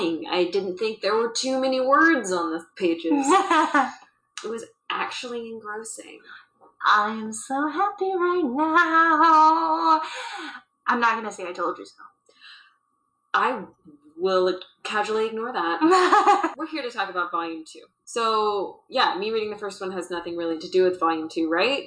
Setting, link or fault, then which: fault, poor sound quality